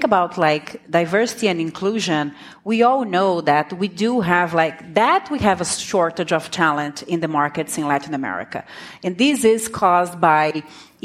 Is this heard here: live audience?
yes